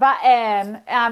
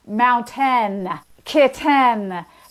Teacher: But in Utah, the other thing that's often remarked on is the glottalization of T. · Shown in: first take